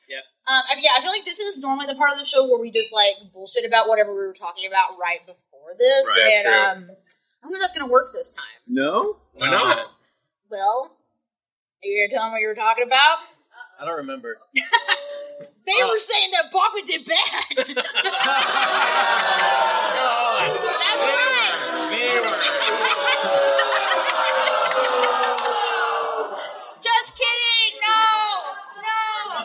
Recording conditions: poor sound quality